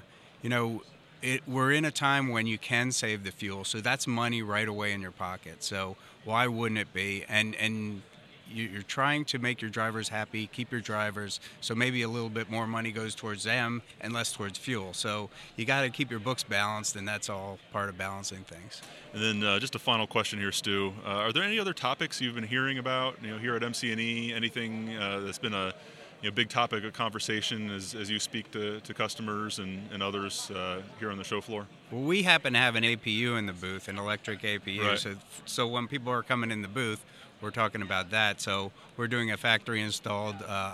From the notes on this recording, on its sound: live from ATA's MCE 2021 show floor